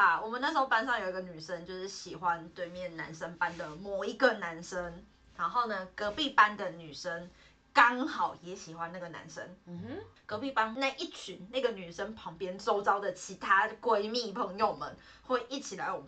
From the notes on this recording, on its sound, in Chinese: 但因為預錄集數和錄音地點的關係，所以目前還在努力測試中。雖然暫時還是會聽到不完美的音質，但之後會越來越好的喔～。